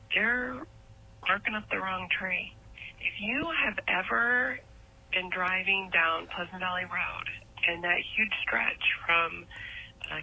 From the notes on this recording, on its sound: We play sound clips from our voice mails and of people who drink their own urine. The Pawn shop of Ventura for the mic cord.